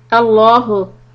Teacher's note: When we begin with the word Allahu, we make the lafz jalala lam heavy.